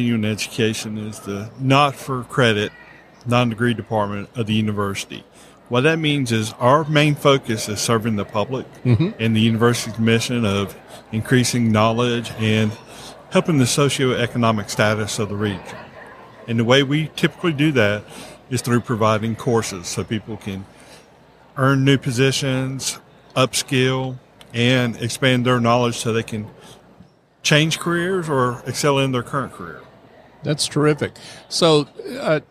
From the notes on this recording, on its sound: LIVE at the Business RadioX® remote at SOAHR 2023